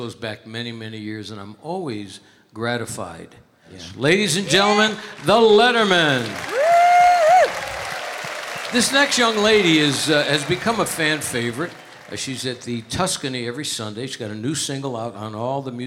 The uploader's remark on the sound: Live at the South Point Casino